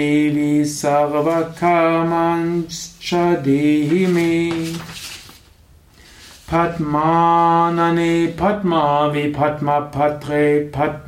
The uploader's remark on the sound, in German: Dies ist die Tonspur einer Video Aufnahme im Yoga Vidya Ashram Bad Meinberg . Dies ist die Tonspur einer Video Aufnahme im Yoga Vidya Ashram Bad Meinberg .